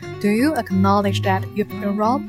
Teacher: 那这句话呢是一个疑问句，所以同学们的疑问句语调呢要上来